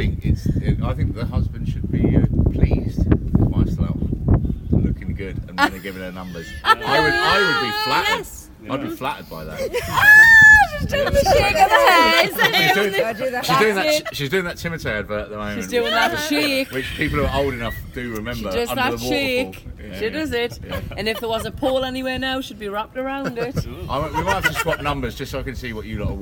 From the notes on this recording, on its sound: A spontaneous Dragcast episode from McGlynn's in Kings Cross